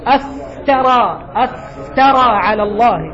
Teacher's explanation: فإذا تحديد المخرج هو أطراف الثنايا العليا مع بطن الشفة السفلى · Term: الفاء